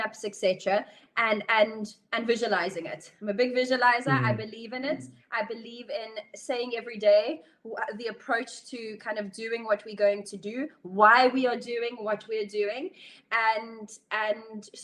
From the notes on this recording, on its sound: recorded live in a webinar